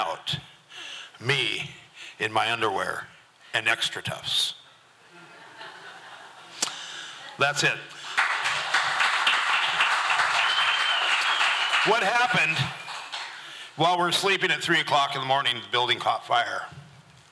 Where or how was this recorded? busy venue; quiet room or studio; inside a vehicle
busy venue